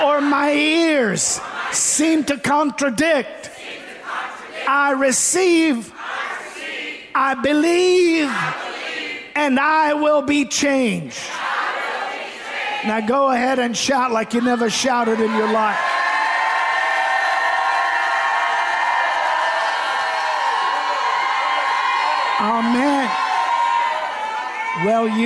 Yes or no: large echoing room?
yes